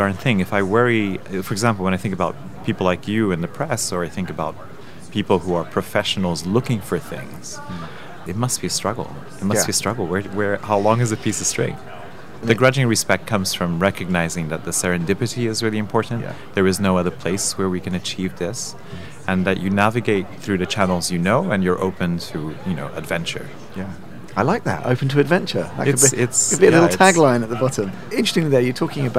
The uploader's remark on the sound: A special weekend edition broadcast live from Salone del Mobile in Milan.